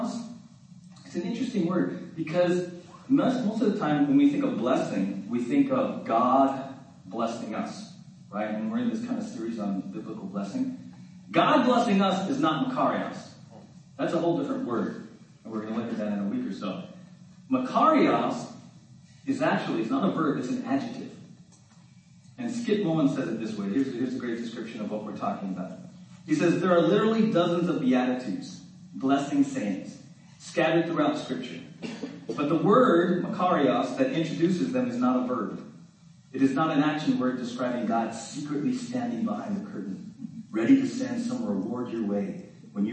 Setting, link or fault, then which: fault, poor sound quality